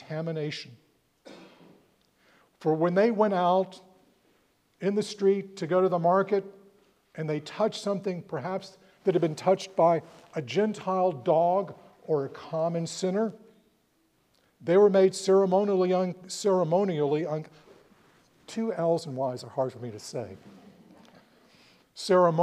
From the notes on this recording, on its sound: preached at All Saints Anglican Church in Charlottesville, VA on February 25, 2024